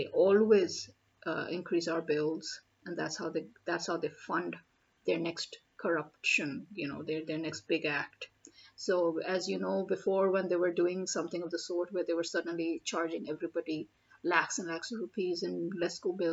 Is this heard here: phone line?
no